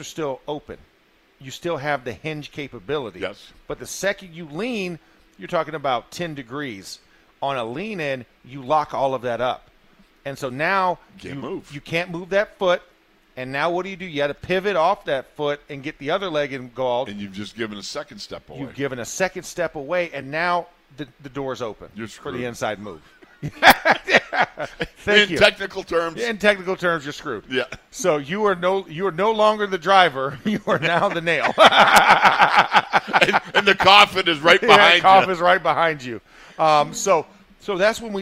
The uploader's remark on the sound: In the Locker Room Live from Steelers Camp Day 9